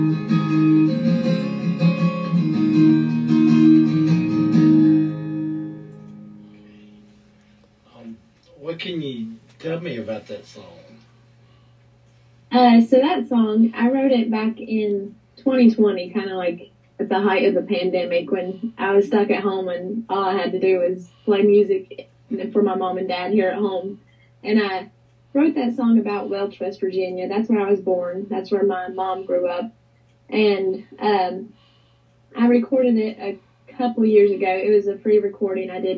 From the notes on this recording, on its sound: Live zoom podcast.